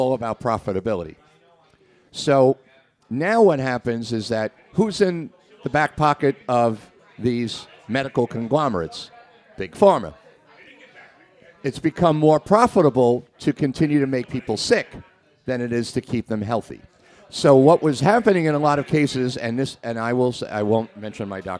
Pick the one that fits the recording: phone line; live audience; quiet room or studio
live audience